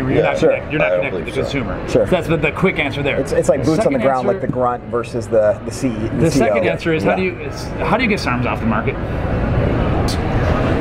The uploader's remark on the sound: Natural Series Launch at the 2018 Arnold Sports Festival. In March of 2018, everyone in the sports nutrition industry descended upon beautiful Columbus, OH. This was a super fun, relaxed conversation that was done in the hotel lobby, so there will be some background noise.